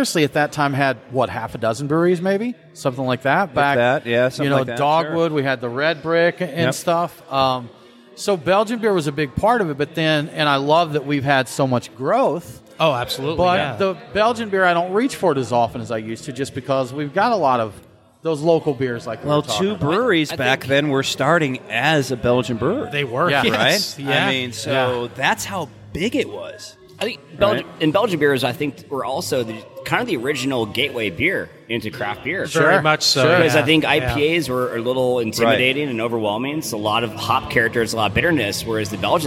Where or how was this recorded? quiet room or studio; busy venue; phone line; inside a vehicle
busy venue